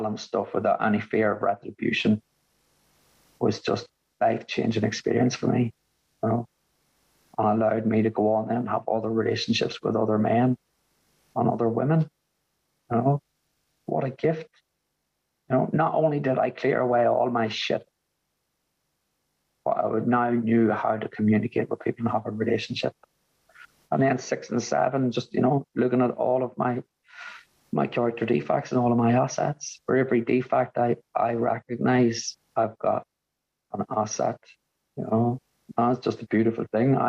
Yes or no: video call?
yes